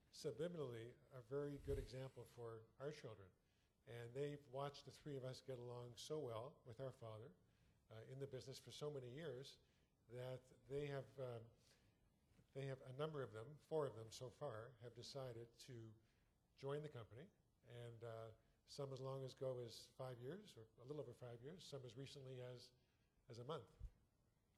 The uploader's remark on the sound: Attendants at ULI’s 6th Annual Fireside Chat listened silently. 2014 Fireside Chat.